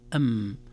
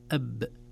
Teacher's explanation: الميم بانطباق الشفتين مع رخاوة أو عدم شدة أو عدم حبس الصوت، أما الباء أب بحبس الصوت. وبما أن الحرفان من الشفة يحدث بينهما نوع من الإخفاء يسمى إخفاء شفوي، لذلك عرفنا لماذا يسمى إخفاء شفوي، لأن الحرفان أو لأن الحرفين من الشفة، الميم من الشفة والباء من الشفة، وحدث بينهما إخفاء بسبب اتحاد المخرج.